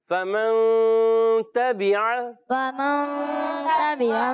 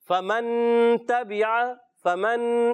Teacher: نون کو کلیئر کر کے نہیں پڑھتے اخفا میں چھپا کے غنہ کرتے ہیں · Shown in: first take